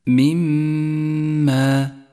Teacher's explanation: لاحظ الميم المشددة في كلمة مما لونت بالأخضر لأنها تحتاج إلى غنة زمنها حركتان